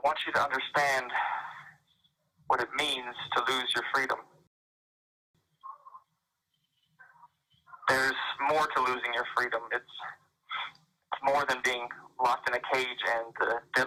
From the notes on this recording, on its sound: This was a recorded call that was shared at the end of Day One of the Miami 2021 Bitcoin Conference.